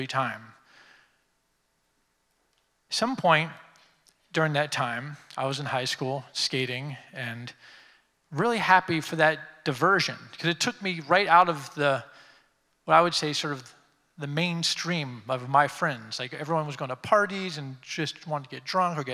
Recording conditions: live audience